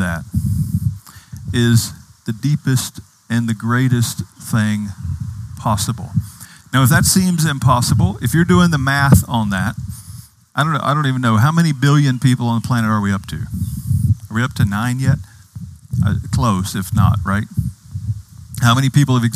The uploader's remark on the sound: Outdoors this Summer, outside the Retreat House. On the beautiful and scenic campus of Gordon Conwell Theological Seminary 130 Essex St, South Hamilton, MA 01982.